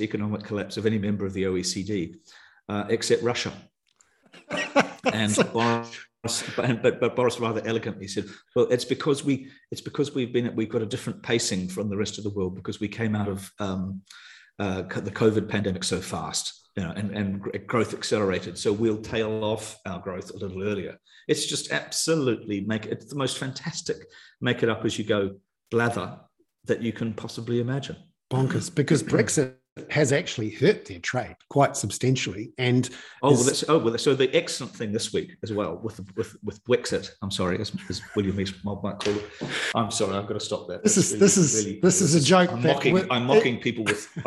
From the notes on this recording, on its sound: live hoon webinar for paid subscribers